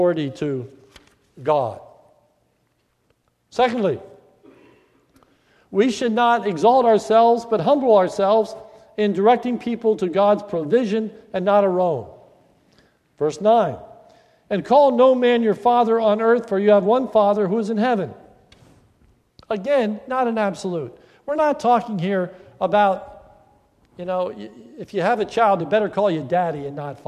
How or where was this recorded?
large echoing room